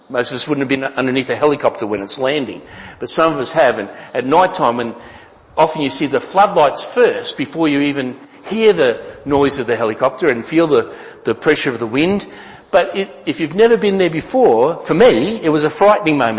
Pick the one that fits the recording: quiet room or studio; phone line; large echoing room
large echoing room